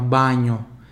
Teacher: o A sempre bem aberto também